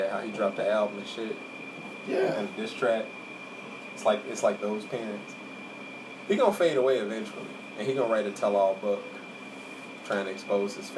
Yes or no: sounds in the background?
yes